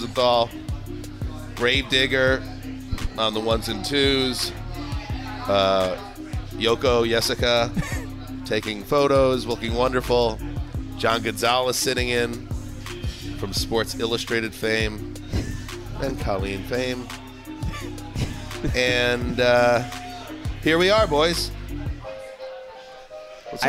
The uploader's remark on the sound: A table at the Wilton Arms pub in Knightsbridge